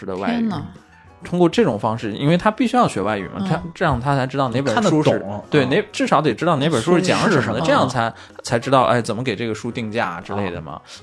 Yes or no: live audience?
no